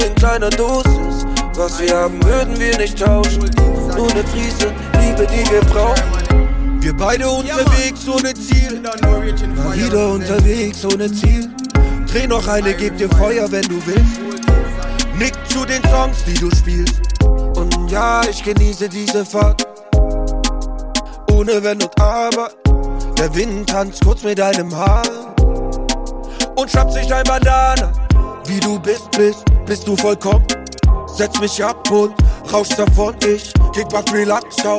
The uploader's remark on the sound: Live DJ Recording (RAW).